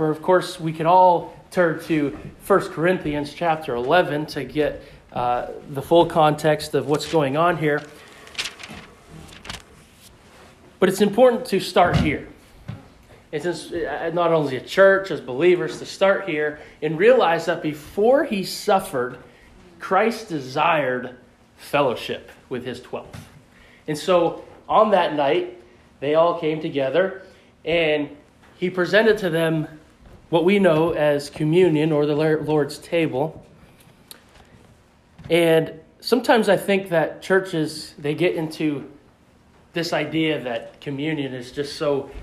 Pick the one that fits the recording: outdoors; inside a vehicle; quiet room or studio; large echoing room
large echoing room